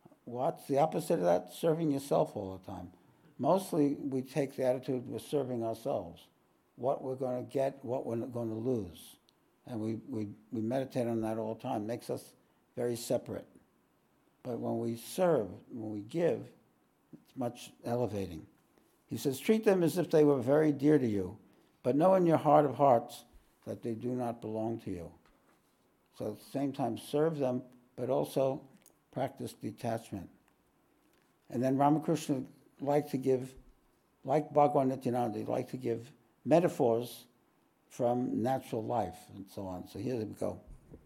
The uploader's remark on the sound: This podcast was recorded live at The Ashram in Mount Eliza on the 25th of March, 2023.